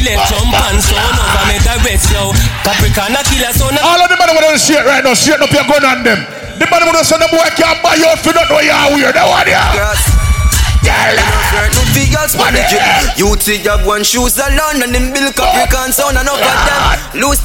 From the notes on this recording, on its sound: Live At Who Can Buss The Dance